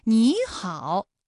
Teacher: 第一个字它本来是三声变成了二声 · Term: 三声的变调